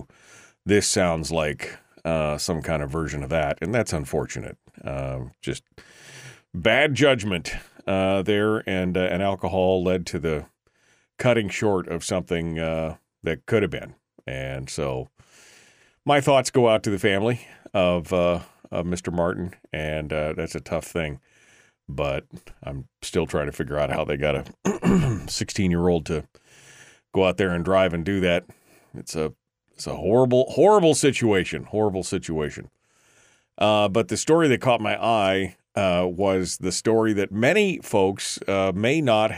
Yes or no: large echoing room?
no